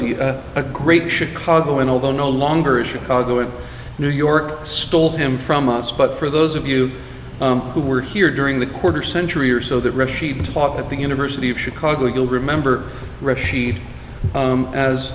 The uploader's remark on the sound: Recorded July 10, 2018 at After-Words Books in Chicago.